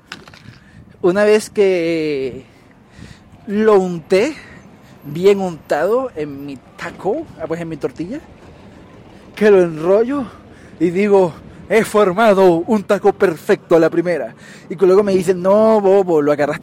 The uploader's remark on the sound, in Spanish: Por la mala calidad de audio, grabé con mi celular al aire libre.